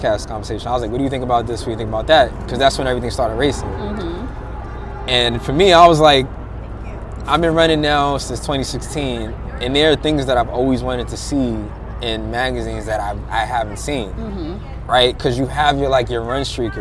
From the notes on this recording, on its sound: This episode was recorded outside on the streets of Brooklyn, NY. What you hear are the raw sounds of New York City.